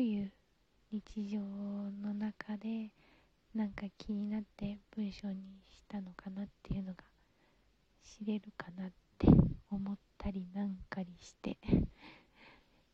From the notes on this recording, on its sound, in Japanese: From Radiotalk。相変わらずの吐息爆音収録。